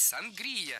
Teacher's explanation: филологи рекомендуют говорить сангрия с ударением на втором слоге